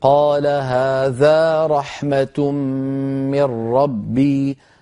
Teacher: أيضا لما بدأت تلاوتك قلت هذا رحمة من ربي، قال هذا رحمة، هذا رحمة، فأكلت الألف التي بعد الذال لم تأتي بها